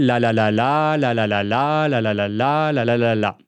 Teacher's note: Donc là, quand je parle, vous pourrez entendre, je fais la la la la, la la la la, la la la la, la la la la. Donc à la fin de chaque groupe rythmique, j'ai un allongement et une pause ou une micro-pause.